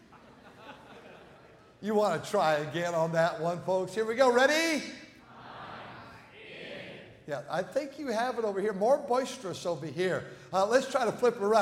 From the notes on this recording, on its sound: at North Valley Baptist Church in Santa Clara, California, during the Sunday Evening service on January 7, 2024